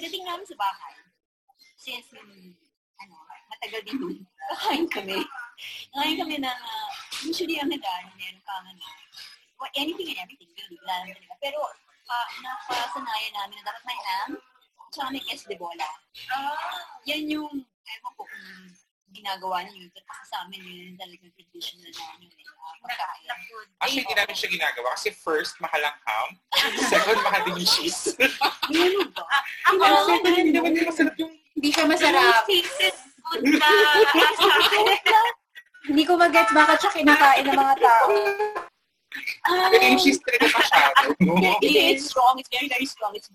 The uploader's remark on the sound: Sorry sa hindi magandang audio quality. We learned something this day, dapat may magandang mic at malakas na internet to have a better audio quality when you are having dinner outside and dapat may noise reduction.